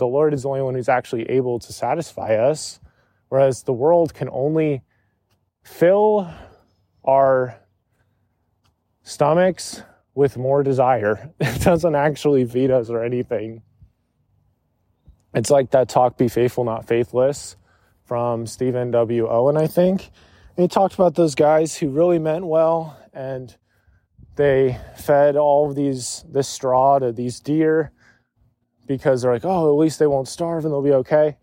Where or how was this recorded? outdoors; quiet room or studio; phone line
outdoors